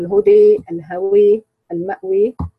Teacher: طبعا عرفنا الإمالة أن تقرب الفتحة من الكسرة والألف من الياء، فيتلفظ القارئ بالألف بحالة متوسطة بين الألف والياء